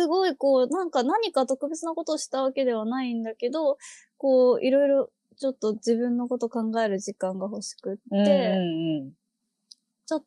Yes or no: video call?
yes